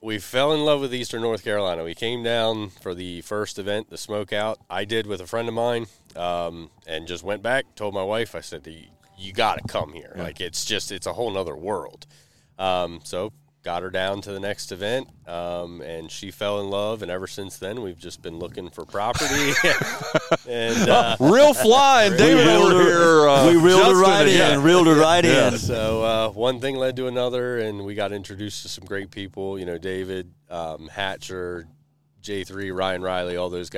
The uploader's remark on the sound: We're LIVE from the third annual Spring Fling presented by True Smoke BBQ. Which is being held at Chris Hatcher Estates on Fred Everett Road in La Grange.